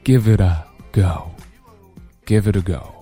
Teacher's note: 主要是后面的连读，giveit，然后 t 和 a 连起来，这个 t 读成不送气的 t